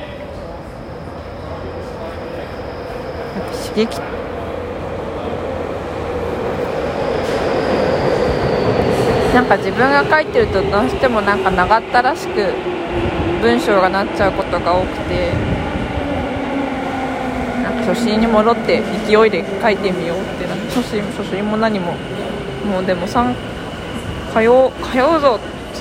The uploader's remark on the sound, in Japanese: 今日は外での録音です。